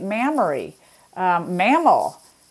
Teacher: words beginning with what we call bilabial sounds, of which M is one, to be used for words referring to breasts or breast secretions.